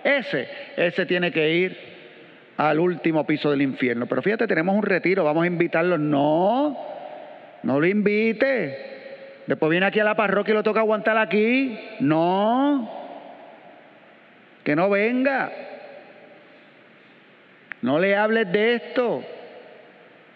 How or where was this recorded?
large echoing room